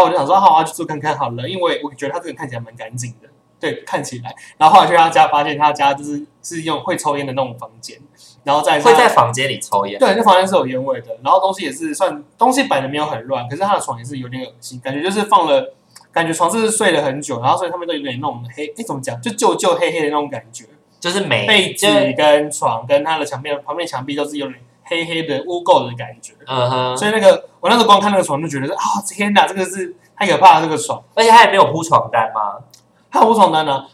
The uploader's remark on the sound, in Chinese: 本週因設定問題導致音質單薄